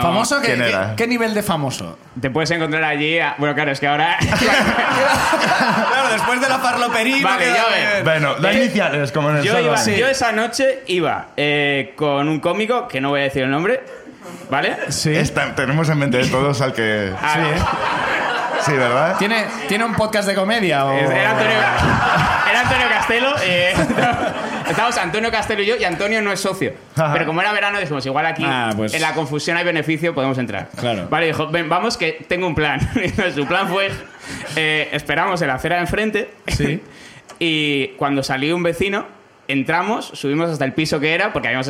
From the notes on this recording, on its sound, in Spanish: La Ruina visita Madrid por primera vez. El público madrileño nos cuenta también sus miserias.